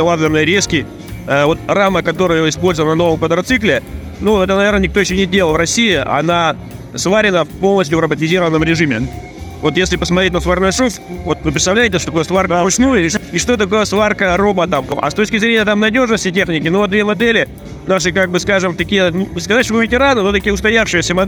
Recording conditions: busy venue